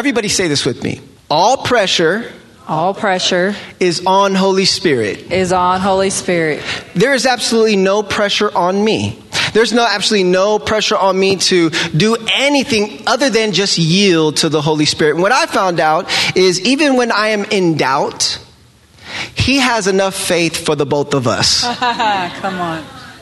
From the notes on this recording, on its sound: Live recordings at this year's RISE conference at the Mission Church in Vacaville, Ca. Live at RISE 2019.